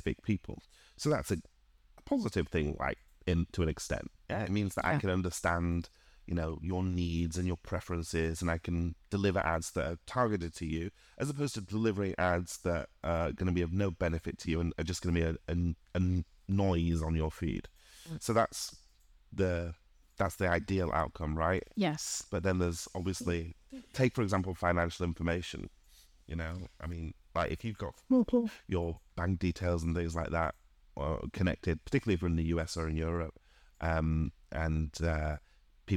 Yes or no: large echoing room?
no